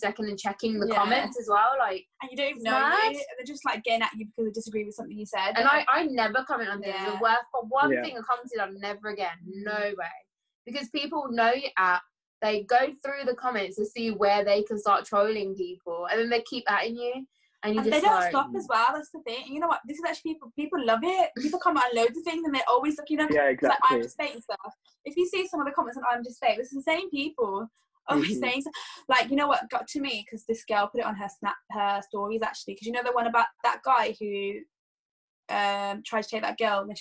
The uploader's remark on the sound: We’re back to the zoom calls.